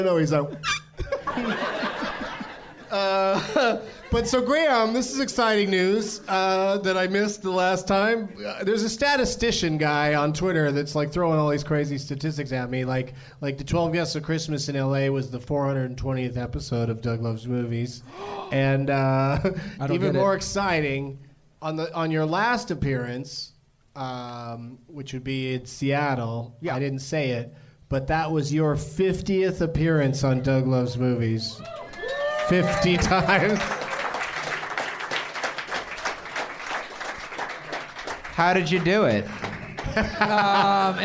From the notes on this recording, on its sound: Live from the American Comedy Company in San Diego